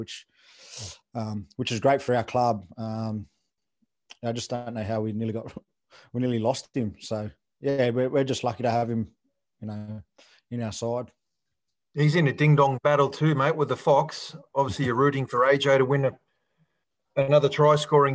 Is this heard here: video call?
yes